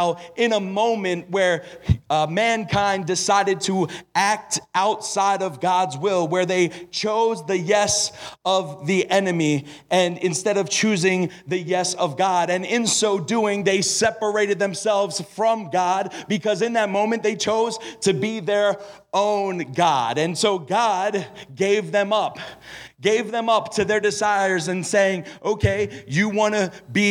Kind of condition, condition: setting, live audience